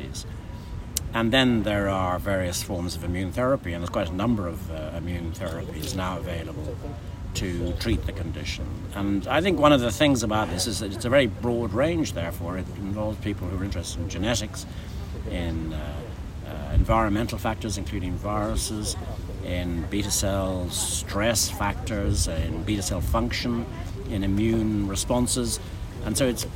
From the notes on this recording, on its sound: recorded during Day 3 of the nPOD 2024 scientific meeting